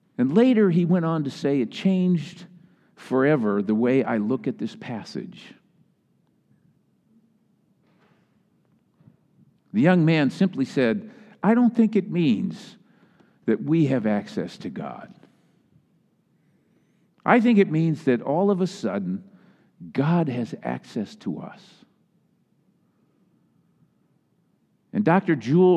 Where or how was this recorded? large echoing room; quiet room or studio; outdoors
large echoing room